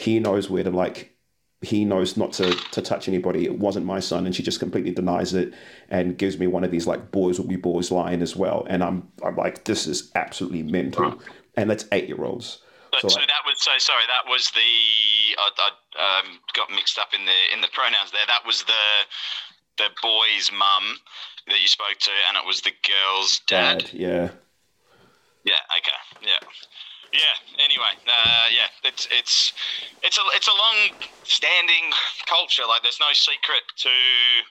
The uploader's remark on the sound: Have a phone call.